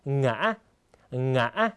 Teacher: เสียงสูงขึ้นแล้วก็กักเสียงที่ตรงกลางนะครับ คล้ายกับการออกเสียง2จังหวะนะครับโดยที่จะหยุดในจังหวะแรกเล็กน้อย